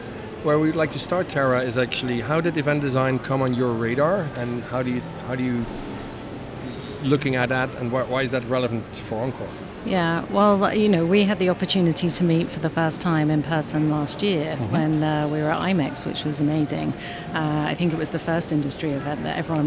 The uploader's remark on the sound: Live at WEC22. Live from Meeting Professional's World Education Congres 2022 in San Francisco.